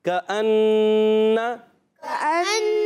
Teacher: نون مشدد یا می مشدد آ جائے اس میں ہمیشہ ایک الف کا غنہ بھی ہوتا ہے